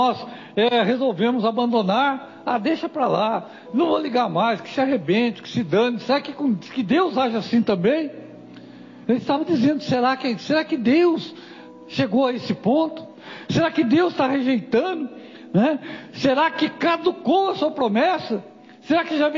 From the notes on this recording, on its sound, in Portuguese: Culto gravado 30/09/2022 - Culto de Cura e Libertação.